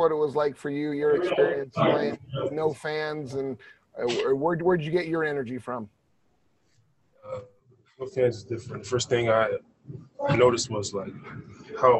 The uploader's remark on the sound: spoke to the media via Zoom conference after practice on Saturday in Orlando